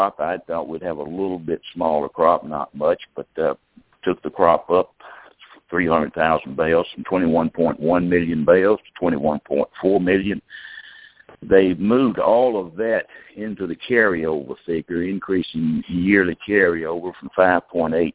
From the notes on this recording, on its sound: Monthly Conference Call